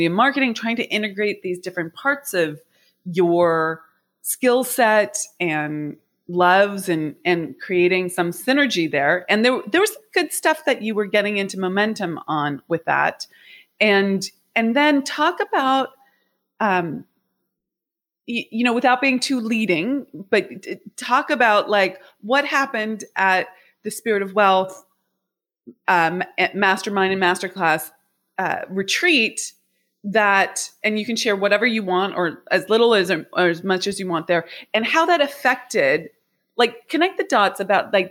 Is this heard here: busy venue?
no